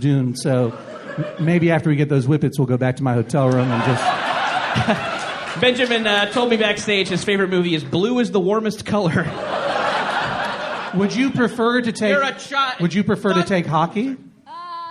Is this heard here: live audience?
yes